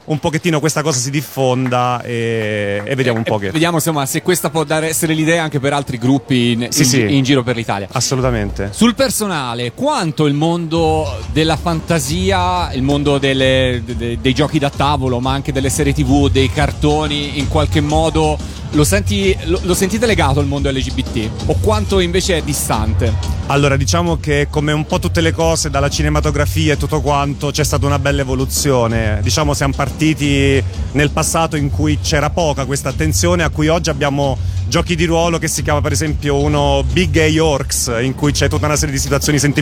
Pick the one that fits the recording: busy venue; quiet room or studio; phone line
busy venue